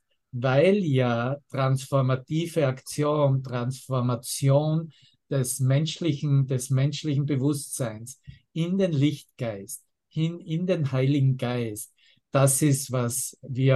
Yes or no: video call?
yes